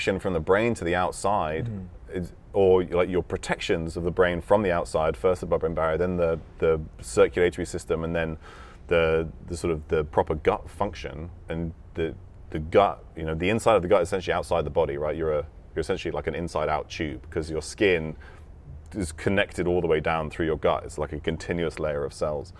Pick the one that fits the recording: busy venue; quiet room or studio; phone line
busy venue